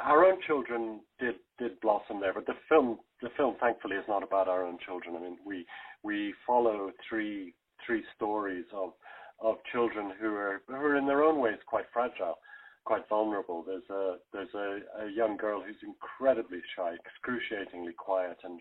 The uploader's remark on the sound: The Rose of Tralee ladies called in from the tour bus.